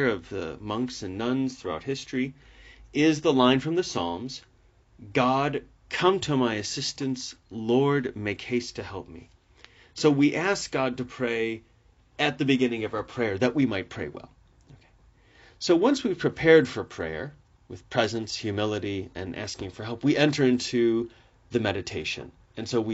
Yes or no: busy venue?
no